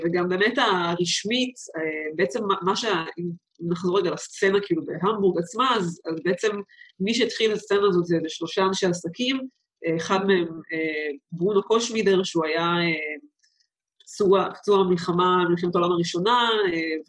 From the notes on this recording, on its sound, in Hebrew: הרמת הקלטה דרך זום.